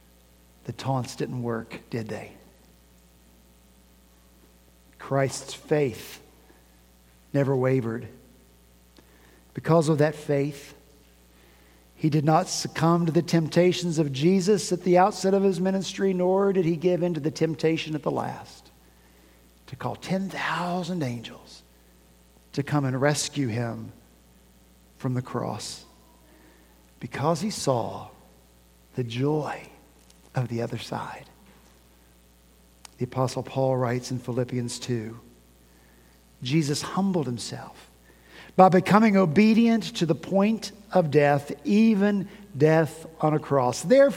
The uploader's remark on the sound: At Redeemer Presbyterian Church in Charleston, SC